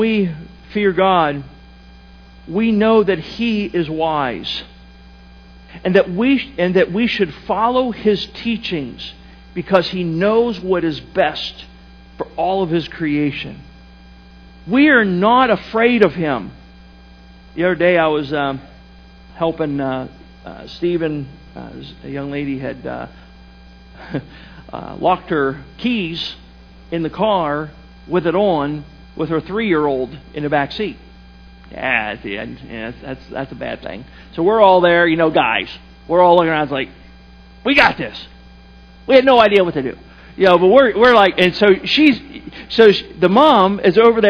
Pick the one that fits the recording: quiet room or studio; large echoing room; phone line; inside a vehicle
large echoing room